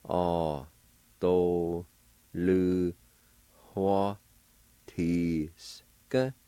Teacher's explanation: A faint H sound right before the W